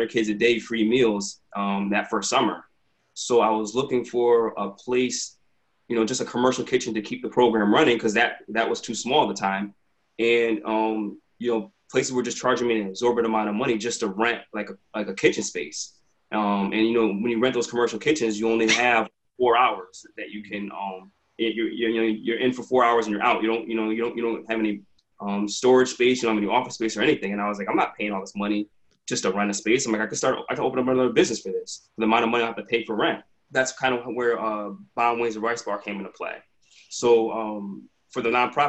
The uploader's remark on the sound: Virtual Quadcast. Sits down virtually.